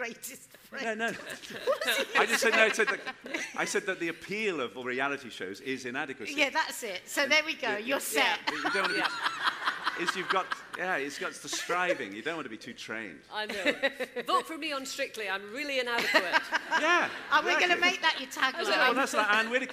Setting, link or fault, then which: setting, live audience